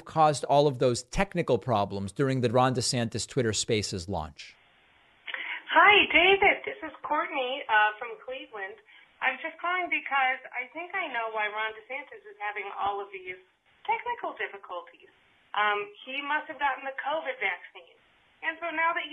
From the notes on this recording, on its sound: Voicemail caller